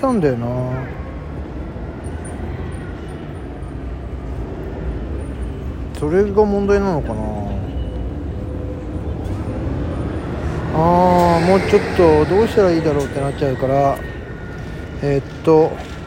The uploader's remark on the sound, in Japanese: ロケトーク（石神井公園辺り）。東京都練馬区でロケトークです。スマホのエラーメッセージに意識が持っていかれている状態の収録です。